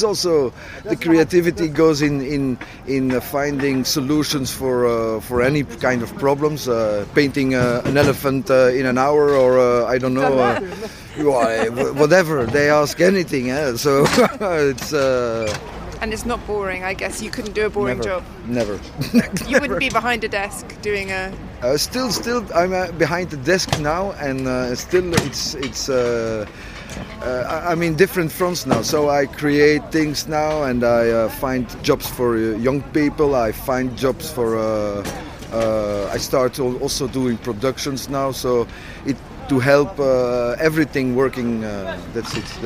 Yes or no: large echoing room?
no